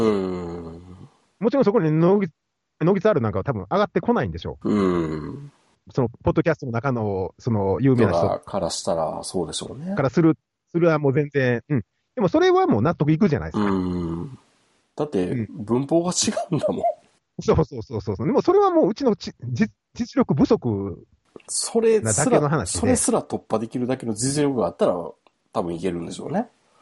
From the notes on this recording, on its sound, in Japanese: 久々のSkype収録、Audio HijackPro にジャックされる。